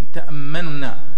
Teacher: فكأنك تستعجل في نطق النون فتذهب بثلثها أو بثلثيها، هذا يسمى روما، الروم يسمونه، كأنك تروم جزءا من الحركة، يعني تروم الإشارة إلى الحركة التي، نعم، ولا تشير إليها كاملة. · Term: اختلاس